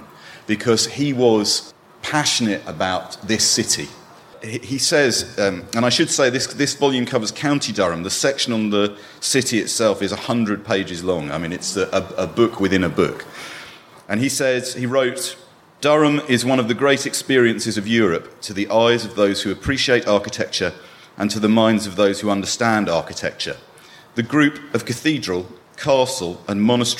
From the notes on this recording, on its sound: recorded earlier this year live at the Durham Book Festival